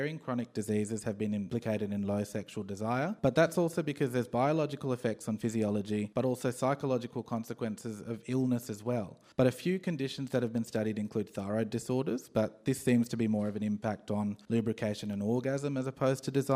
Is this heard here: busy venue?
yes